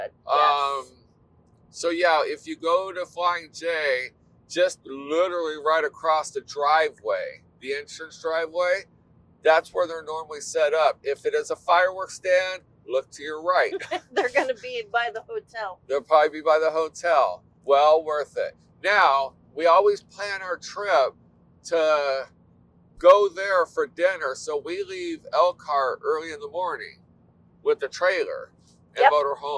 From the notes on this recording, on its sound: We just turned on our microphones while driving from Florida to Indiana.